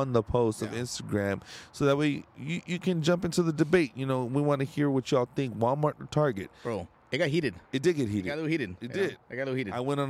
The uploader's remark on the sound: Live at the Landmark Arm Wrestling